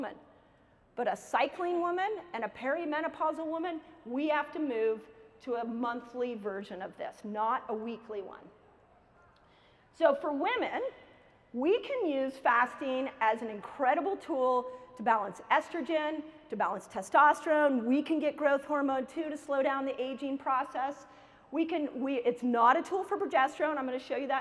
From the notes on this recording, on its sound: keynote lecture at KetoCon 2022